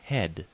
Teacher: The open mid-front unrounded vowel, epsilon, e. English uses it in head.